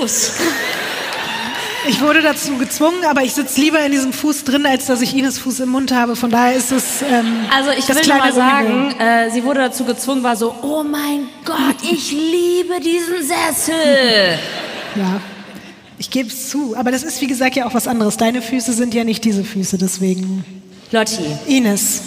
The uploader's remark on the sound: LIVE in Stuttgart